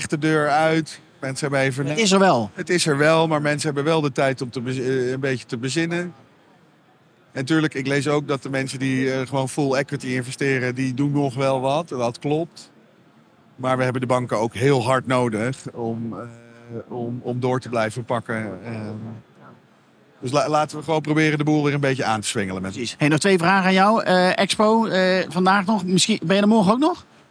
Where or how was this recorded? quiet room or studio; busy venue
busy venue